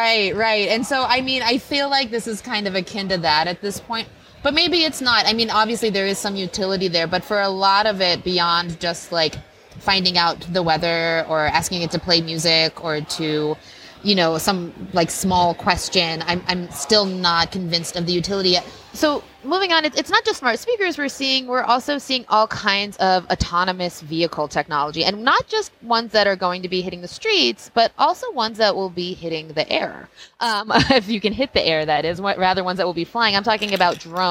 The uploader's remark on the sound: Live from CES